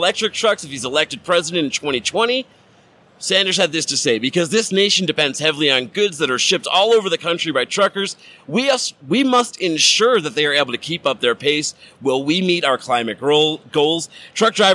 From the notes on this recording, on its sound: broadcasting from the floor of McLeod's UC2019!